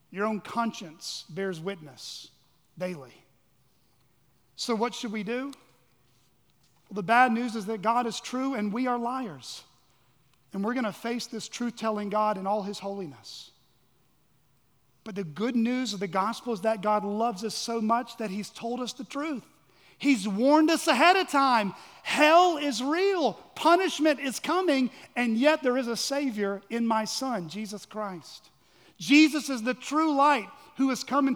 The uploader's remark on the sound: at Chaffee Crossing Baptist Church in Barling, AR.